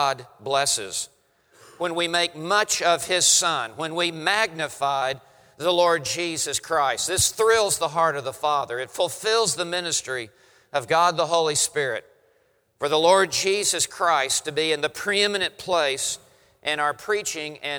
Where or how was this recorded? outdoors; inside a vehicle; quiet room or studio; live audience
live audience